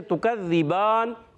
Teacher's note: تا ادا ہوتا ہے زبان کا سرا اوپر کے دانتوں کی جڑوں سے · Term: حرف نطعیہ